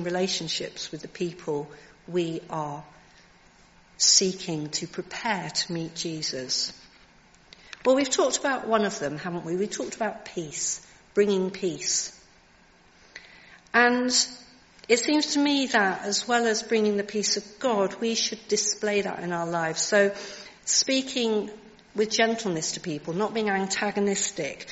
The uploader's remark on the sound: Contemporary Service. Recorded at the 10:30 service on Sunday 22nd January 2023.